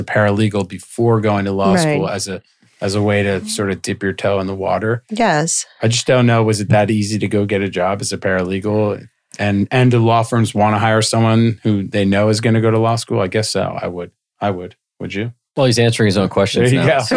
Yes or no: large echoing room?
no